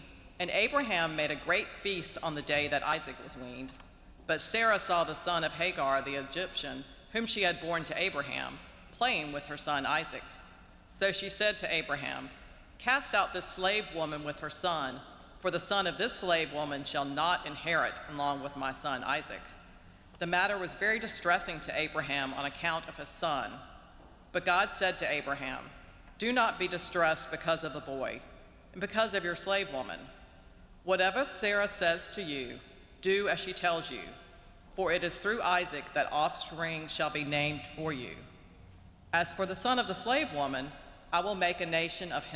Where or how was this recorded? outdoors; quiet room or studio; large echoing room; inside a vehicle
large echoing room